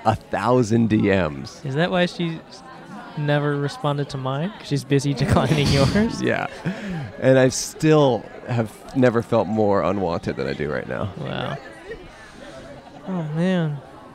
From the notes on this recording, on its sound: Recorded at The Thursday Club in La Cañada Flintridge.